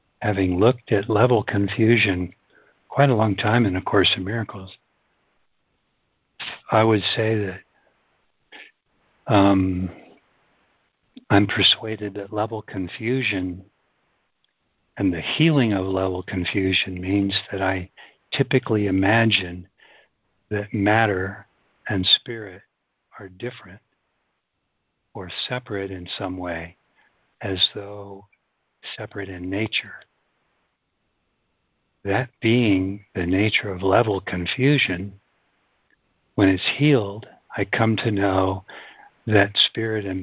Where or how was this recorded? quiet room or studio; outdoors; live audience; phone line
phone line